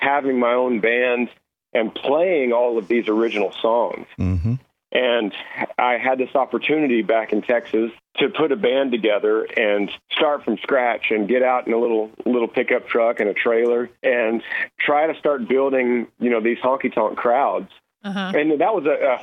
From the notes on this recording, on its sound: he called in to chat